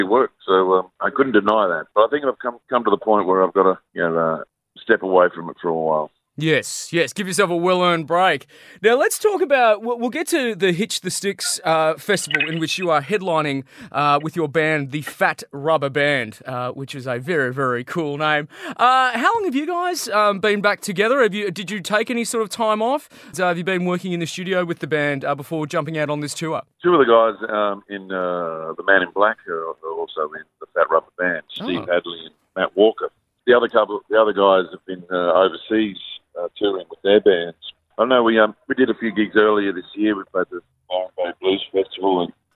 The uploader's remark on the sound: got on the phone